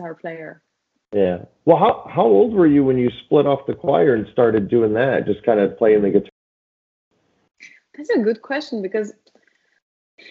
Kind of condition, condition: link, video call